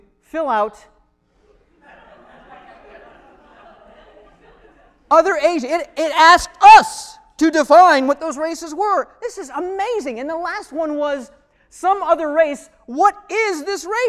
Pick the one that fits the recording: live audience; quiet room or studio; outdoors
live audience